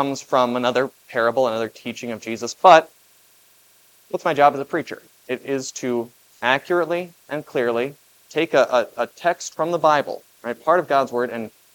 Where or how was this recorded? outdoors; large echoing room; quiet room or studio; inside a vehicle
large echoing room